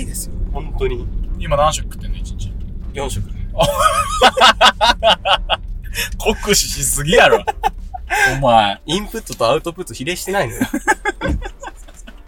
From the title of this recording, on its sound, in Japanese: ドライブしながら編